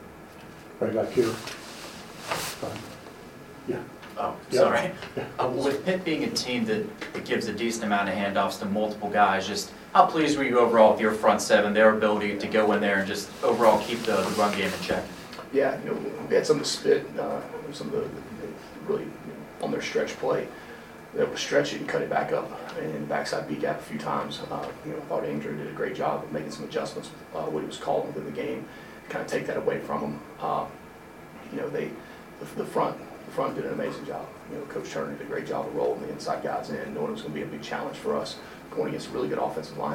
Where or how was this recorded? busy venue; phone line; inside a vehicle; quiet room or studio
busy venue